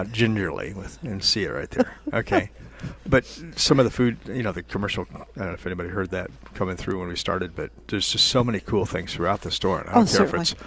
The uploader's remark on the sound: Live at Prairie Gardens.